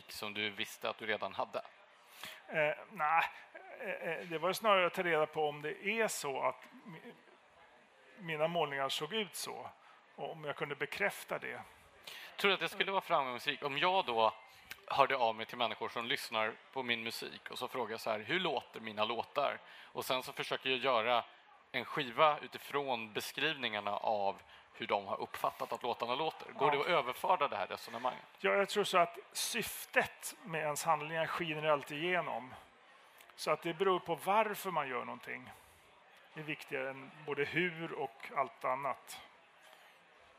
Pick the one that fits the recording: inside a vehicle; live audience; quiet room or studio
live audience